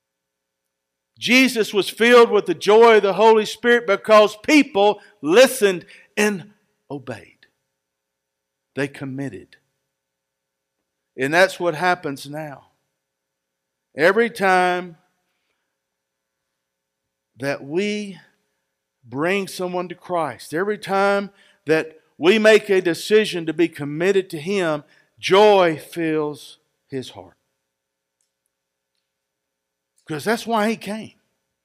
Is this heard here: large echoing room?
yes